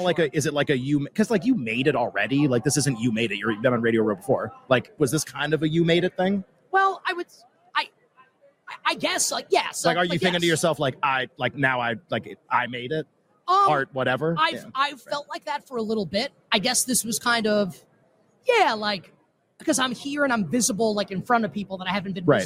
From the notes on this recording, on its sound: LIVE from Radio Row in Las Vegas!